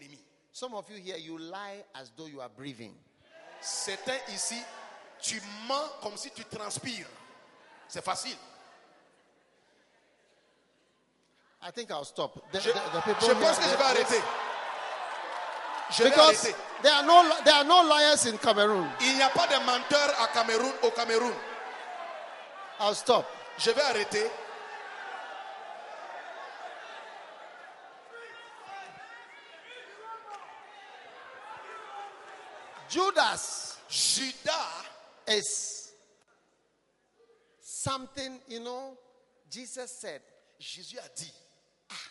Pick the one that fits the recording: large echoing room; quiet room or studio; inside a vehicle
large echoing room